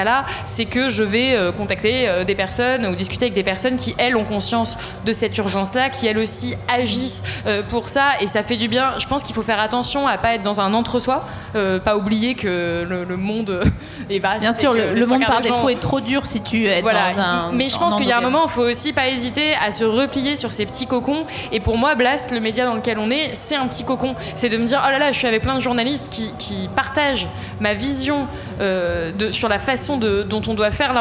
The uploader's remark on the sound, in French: Devant un public de pantins énergiques. Au festival We Love Green (Bois de Vincennes).